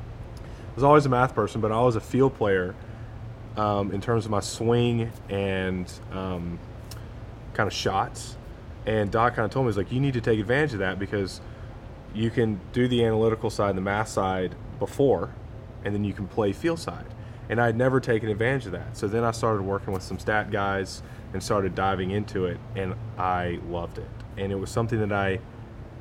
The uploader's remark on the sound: from outside the 15th fairway at Quail Hollow Golf Club prior to the Wells Fargo Championship